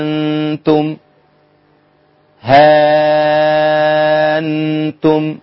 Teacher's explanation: مع إبدال الهمزة ألفا تمد ست حركات بالإشباع